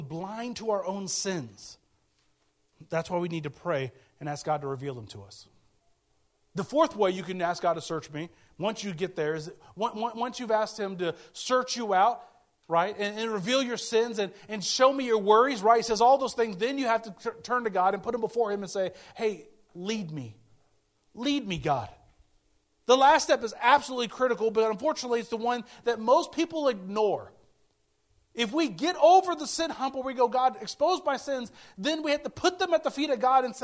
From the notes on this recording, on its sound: speaking at Soma Community Church in Jefferson City, MO on 20 August 2023